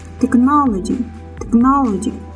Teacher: The stress on the technology is on the second syllable.